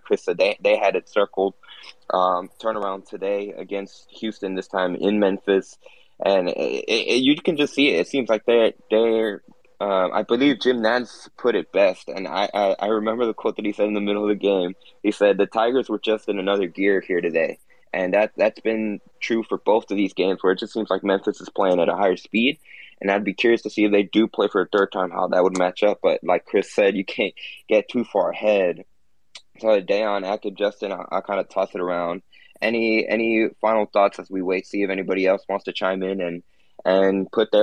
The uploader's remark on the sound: came together for another live “Let’s Rage Coogs” Twitter Spaces